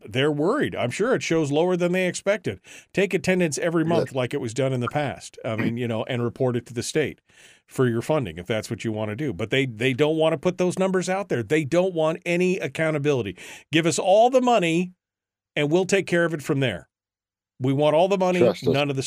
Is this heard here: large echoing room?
no